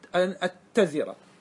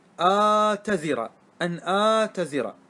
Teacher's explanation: ونص النحاة على أن هذا خطأ، وأن صواب الرواية أن آتزر، أن آتزر بهمزة ممدودة ثم تاء مخففة · Shown in: second take